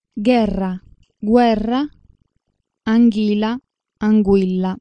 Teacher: in spagnolo nelle stesse sequenze non è una vera vocale, ma fa parte insieme alla consonante g del grafema del suono velare occlusivo sonoro ghe